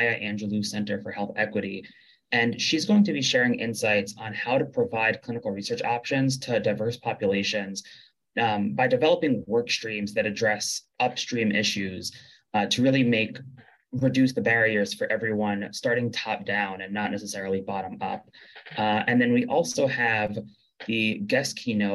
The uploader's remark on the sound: In this 9 minute webinar